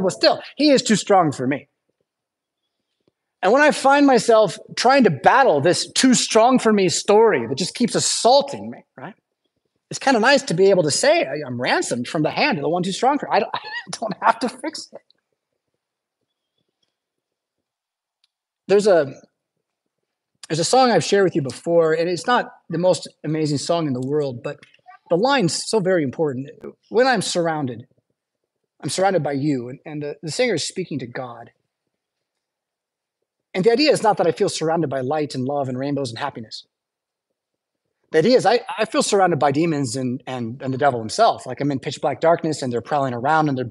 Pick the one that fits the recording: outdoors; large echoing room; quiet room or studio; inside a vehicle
large echoing room